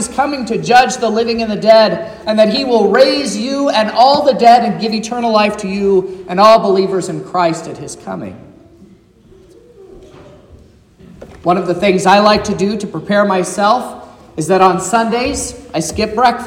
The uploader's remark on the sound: This is the sermon preached at Trinity Lutheran Church in Vallonia, Indiana, on Sunday, December 3rd, 2023